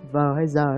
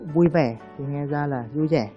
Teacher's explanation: giọng nam thì vờ hay giờ đều nghe như giờ